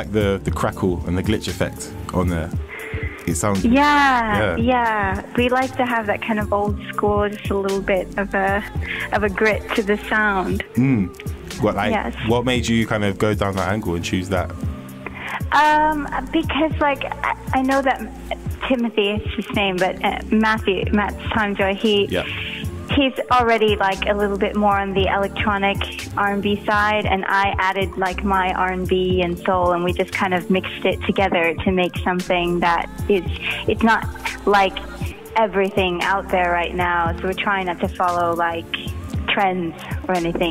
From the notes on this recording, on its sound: over the phone